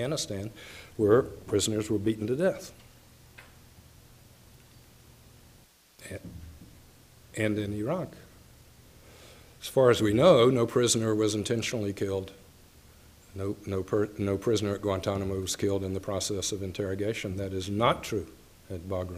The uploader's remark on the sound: Nebraska Colloquium lecture. The University of Nebraska-Lincoln.